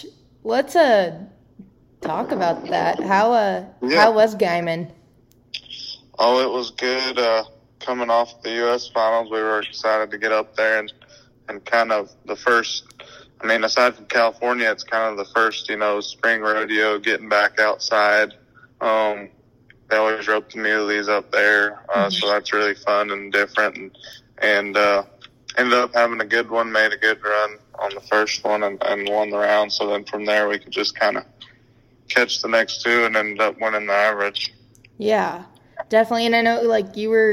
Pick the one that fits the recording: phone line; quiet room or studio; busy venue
phone line